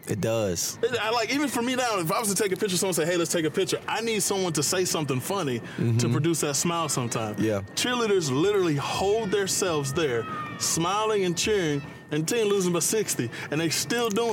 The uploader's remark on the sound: in this episode we outside at The Premier Sports Academy watching the kids play on this beautiful day